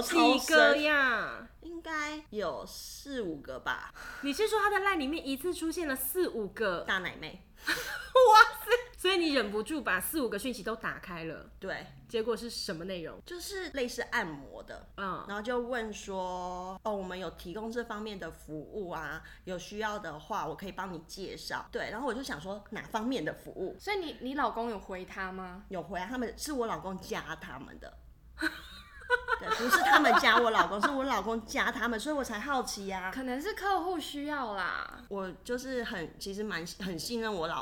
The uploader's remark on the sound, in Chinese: 本集聽起來會有一點剪接感。為讓收聽感更流暢，所以我就做了一些剪接 但還剪得不夠好。我的笑聲真的太大聲了 用耳機收聽的人務必小心。